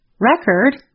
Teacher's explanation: For example, the word spelled R-E-C-O-R-D can be thought of as two words. When we stress the first part of the word, record, it is a noun